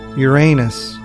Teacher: with the stress on the second syllable and the long A sound, though both are considered acceptable.